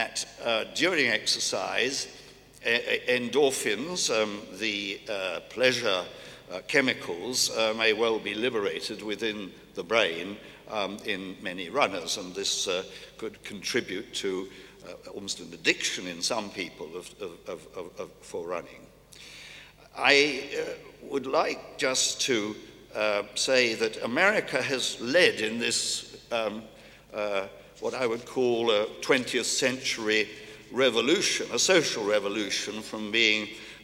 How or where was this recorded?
busy venue